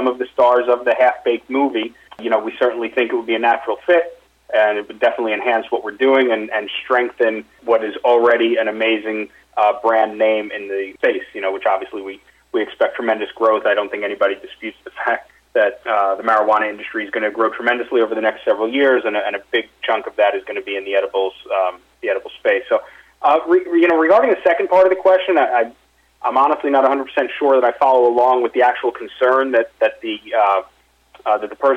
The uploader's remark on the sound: Investor Conference Call